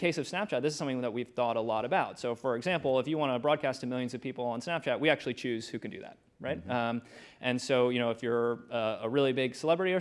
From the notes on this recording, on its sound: This episode was recorded at the 2019 Goldman Sachs Research Communcacopia Conference.